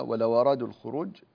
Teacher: ننقل حركة الهمزة في كلمة أرادوا إلى الواو الساكنة قبلها